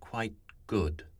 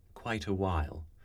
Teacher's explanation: The first is unreleased, as in quite good. So I'm not saying quite good, but quite good. That's unreleased. The second is released, as in quite a while. And the third is a contemporary choice where one stops the sound with the glottis, quite good.